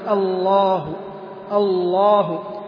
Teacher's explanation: يرقق اللام الأولى ويفخم اللام الثانية · Term: تخليص اللام الأولى